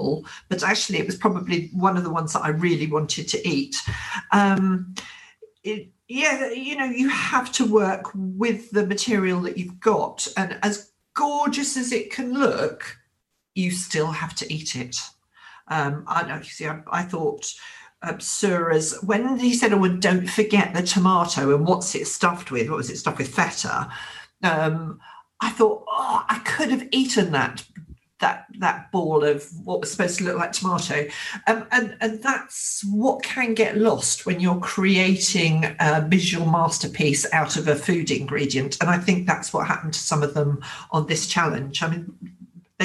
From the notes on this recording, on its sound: As we recorded this podcast remotely via Zoom.